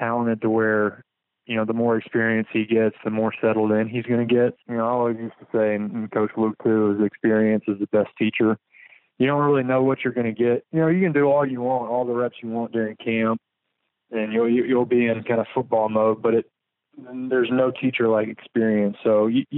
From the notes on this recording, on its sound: For an update from the practice fields. On the Modern Woodmen phone line.